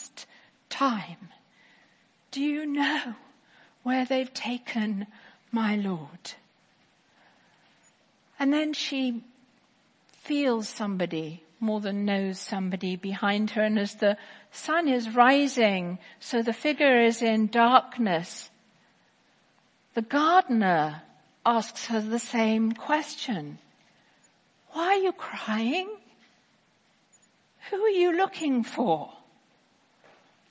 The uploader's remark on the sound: Easter 10AM Service 2018